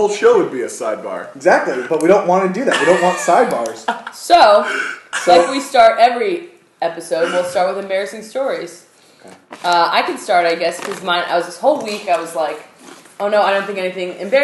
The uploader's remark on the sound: Sorry about all the background noise. We literally had a bag of chips right next to the microphone.